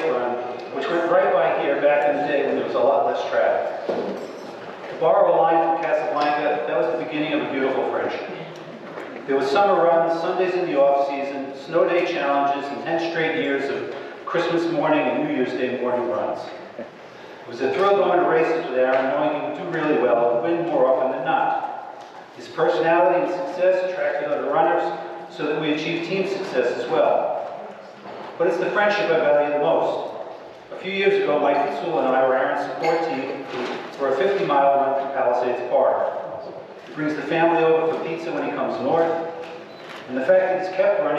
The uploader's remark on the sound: Audio isn't the best, my apologies